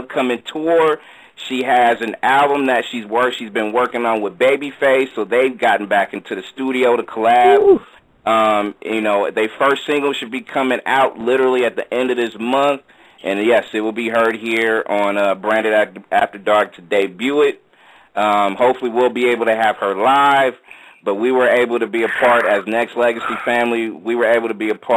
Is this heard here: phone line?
yes